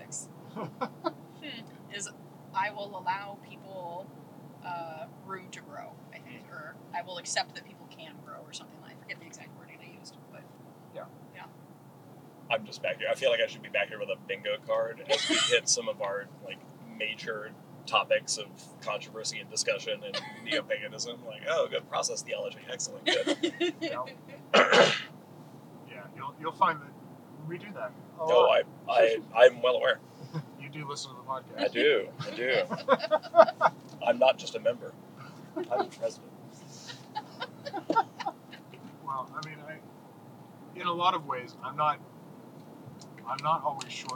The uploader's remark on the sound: Our audio is a little odd on this episode as we figure out how to mic up three different people in the car. Sorry if it's a little unbalanced or quiet. We only have one source, unfortunately.